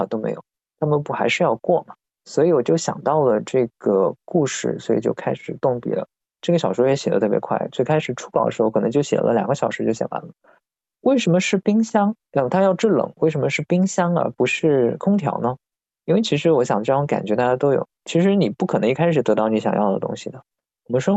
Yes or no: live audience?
no